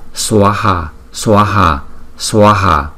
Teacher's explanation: chữ a có dấu gạch trên đầu thì chúng ta đọc kéo dài hai nhịp so với chữ a bình thường